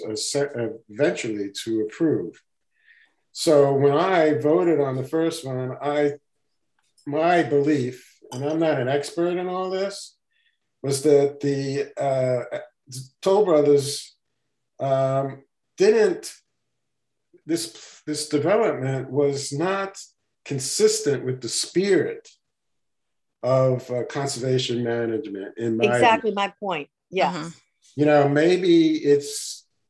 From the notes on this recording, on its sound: Meeting (via Zoom).